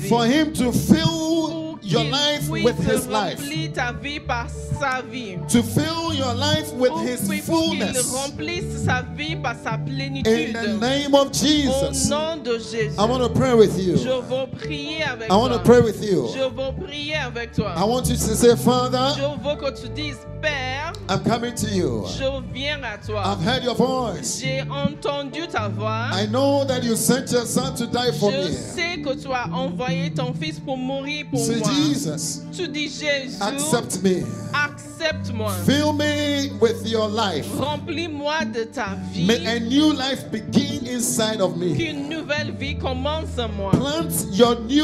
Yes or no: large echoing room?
yes